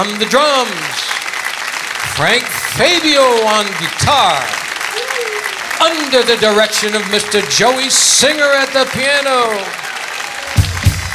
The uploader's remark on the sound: Live at the SouthPoint Casino